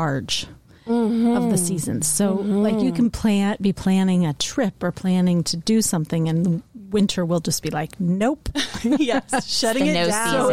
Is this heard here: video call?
no